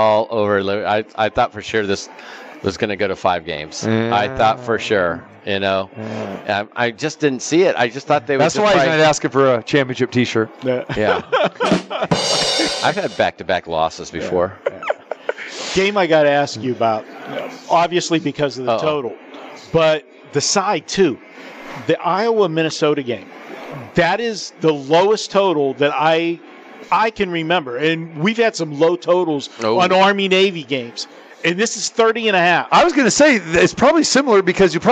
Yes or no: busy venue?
yes